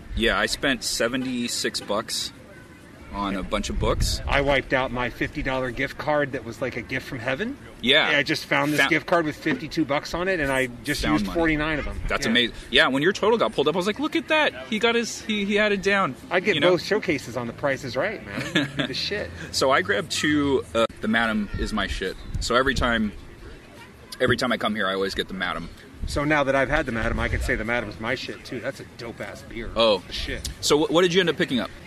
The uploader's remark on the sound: We hit up a couple San Diego comic shops, drank a few beers and recorded all along. The episode was recorded in the field, so there are background conversations, wind noise and other elements not usually present.